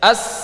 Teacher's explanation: Enggak ada getaran. Karena pita suaranya terbuka. · Term: hamas